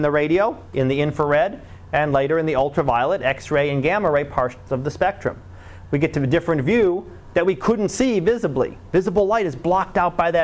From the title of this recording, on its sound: Live Class Lecture